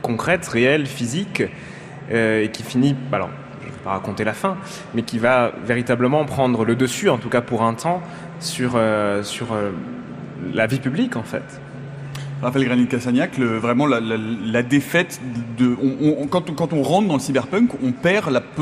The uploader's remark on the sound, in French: Emission enregistrée en direct du Festival des Utopiales.